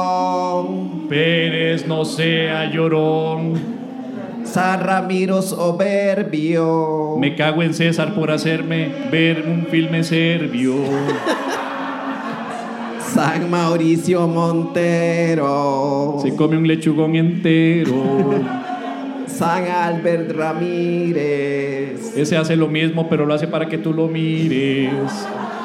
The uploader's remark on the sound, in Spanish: Episodio en vivo desde Teatro Heredia